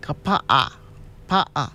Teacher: one is the okina, which is a break in the voice. It's called a glottal stop, and a lot of you hear it in words like kapa'a, pa'a.